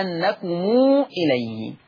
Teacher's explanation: قرأ ورش بصلة ميم الجمع في لفظ واعلموا أنكم إليه، أنكم إليه تقرأ أنكم إليه، ومقدار الصلاة كما نعلم الإشباع قولا واحدا.